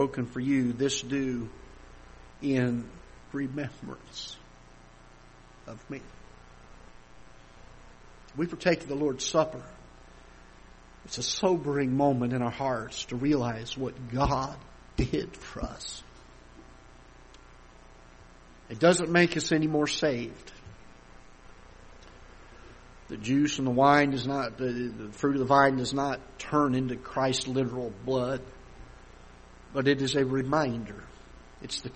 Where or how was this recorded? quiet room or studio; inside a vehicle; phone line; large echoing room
large echoing room